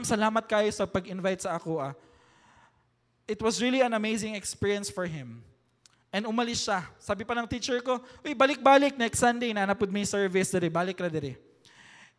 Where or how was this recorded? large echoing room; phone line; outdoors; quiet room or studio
large echoing room